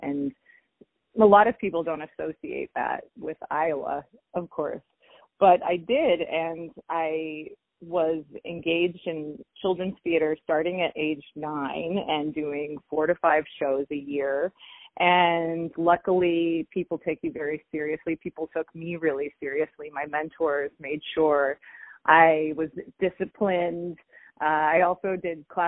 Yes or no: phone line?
yes